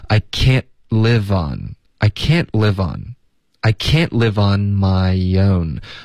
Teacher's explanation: I can't live 跟 on 我们要连读